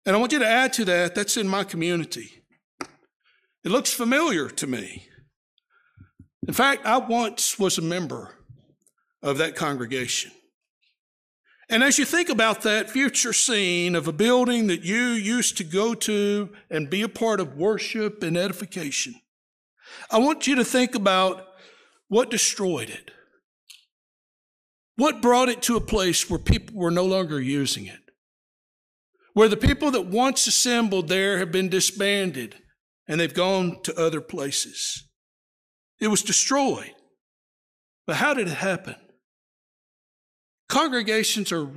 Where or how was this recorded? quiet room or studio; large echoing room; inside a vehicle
large echoing room